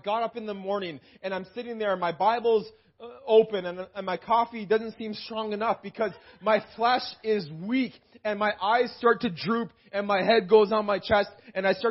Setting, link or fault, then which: setting, large echoing room